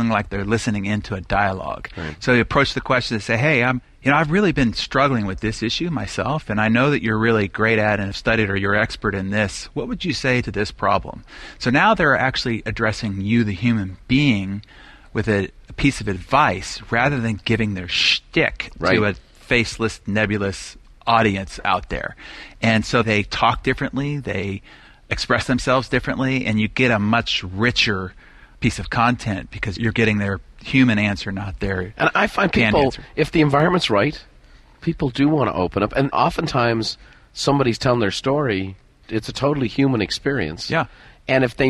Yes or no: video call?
no